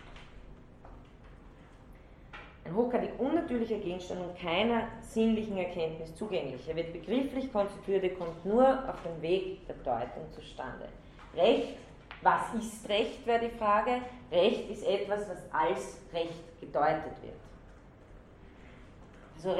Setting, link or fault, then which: setting, large echoing room